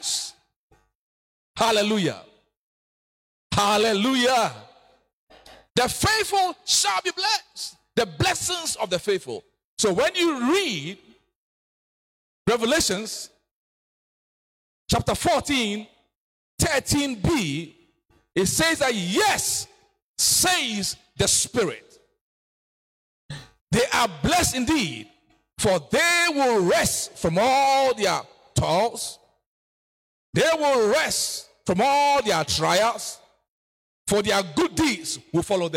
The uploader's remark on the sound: preached at New Covenant Baptist Church Sunday service